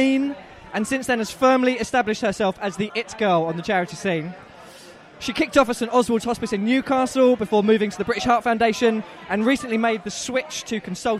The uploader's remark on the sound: Live from the loudest pub in London.